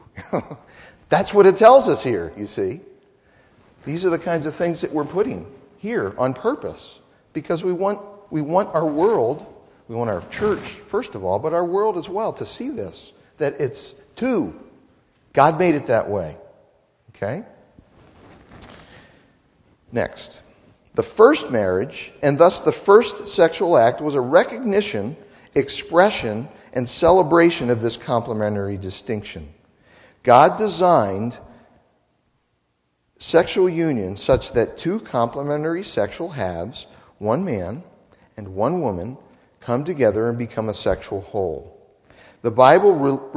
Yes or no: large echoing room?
yes